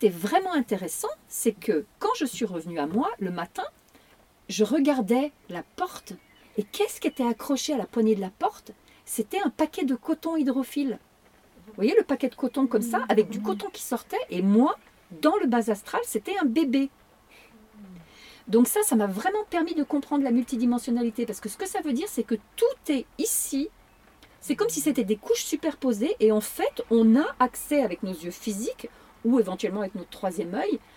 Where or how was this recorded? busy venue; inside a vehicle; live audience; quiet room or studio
inside a vehicle